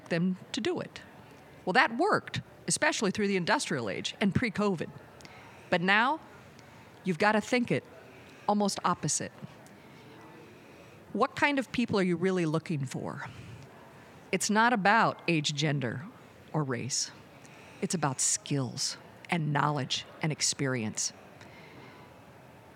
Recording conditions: busy venue